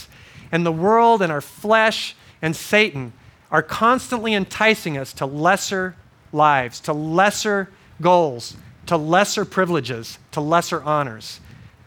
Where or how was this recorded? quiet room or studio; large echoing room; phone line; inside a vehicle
large echoing room